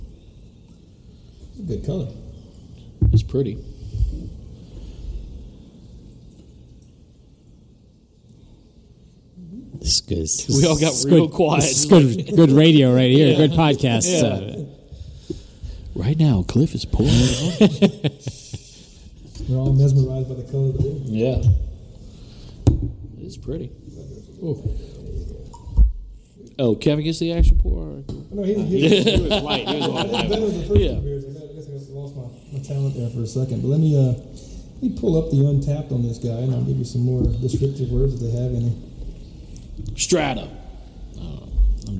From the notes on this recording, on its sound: It's a Micro-Episode from Rally Cap Brewing in Baton Rouge